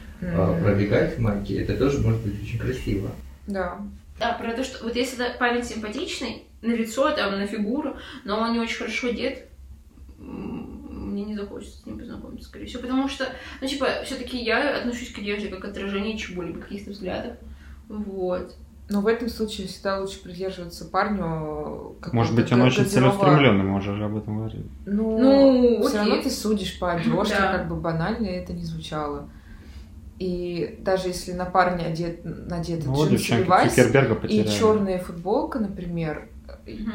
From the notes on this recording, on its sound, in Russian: В этом выпуске есть проблемы со звуком, мы постарались решить их, как могли, но осадочек мог остаться.